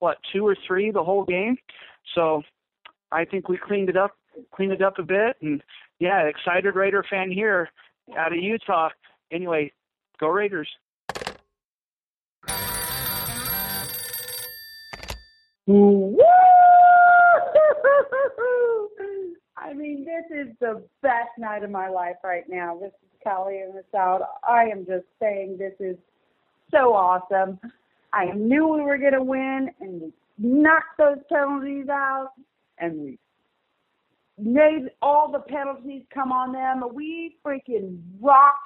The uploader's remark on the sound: Raider Nation “Boneline” Call-in Segment